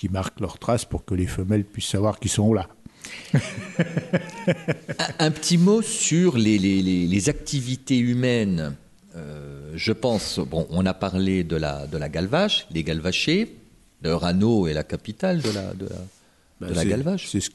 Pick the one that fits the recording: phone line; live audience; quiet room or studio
live audience